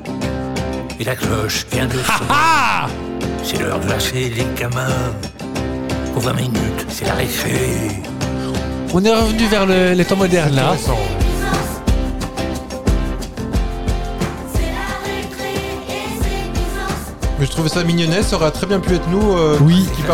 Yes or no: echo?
no